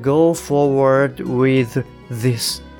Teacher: with って言った後に舌先を上の歯で軽く噛むような感じですね